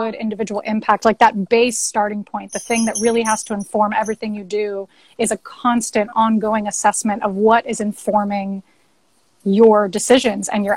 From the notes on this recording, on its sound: This Talk is part of an Instagram Live Series that Napapijri hosted